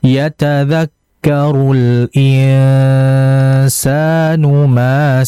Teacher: Kemudian insanu, nun mati ketemu sin ya, itu namanya adalah ikhfa, dan ikhfanya itu harus dibaca dengan kadar yang lama, ditahan.